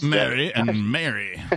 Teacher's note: seems to have the least vowel sounds. So I say M-A-R-Y, M-E-R-R-Y, and M-A-R-R-Y all the same.